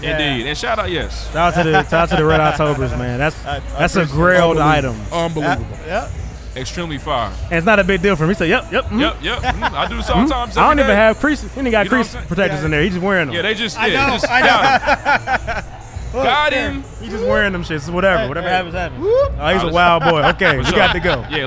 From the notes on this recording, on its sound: exclusive interviews live from the Midwest Sneaker Gala